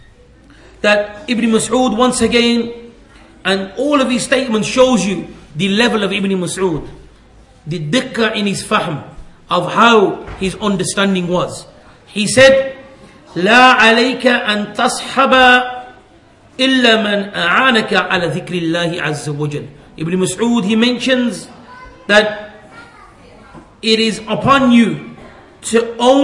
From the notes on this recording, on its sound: at the Leeds, The Correct Path conference